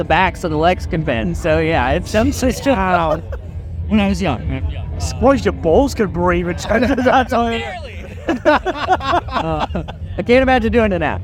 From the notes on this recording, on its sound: From our 'Live from 2000 Trees 2023' series